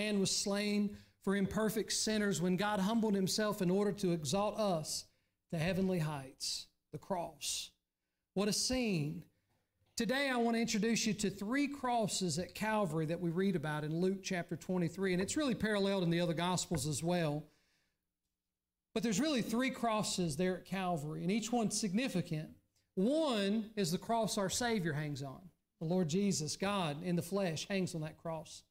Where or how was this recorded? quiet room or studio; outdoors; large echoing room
large echoing room